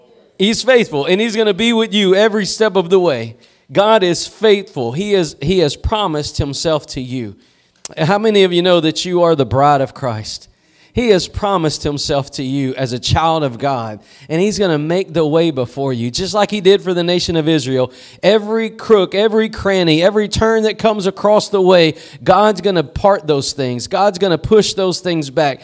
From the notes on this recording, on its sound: Preached at Gospel Lighthouse in Bossier City, La.